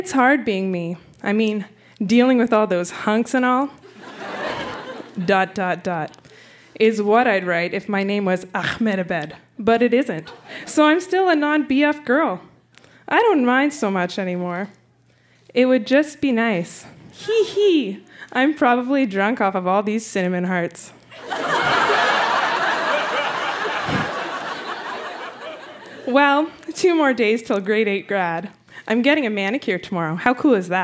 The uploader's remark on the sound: Recorded live at the Tranzac in Toronto, ON.